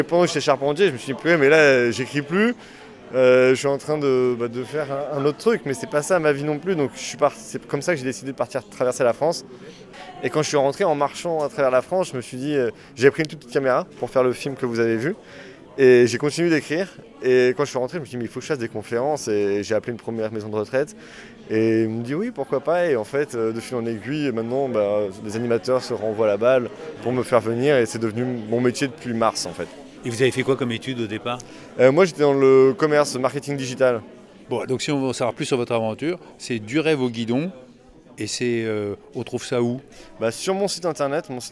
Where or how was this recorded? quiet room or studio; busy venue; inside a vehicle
busy venue